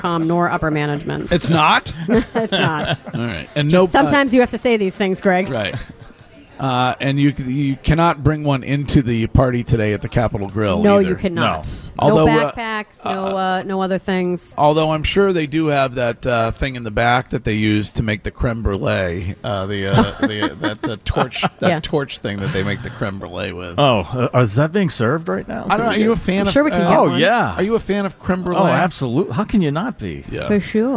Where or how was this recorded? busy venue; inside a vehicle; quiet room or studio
busy venue